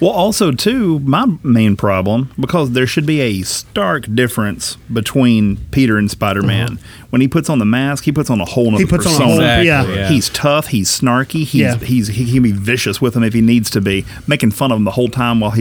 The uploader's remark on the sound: we were live at StarBase 1552 Comics in Franklin, TN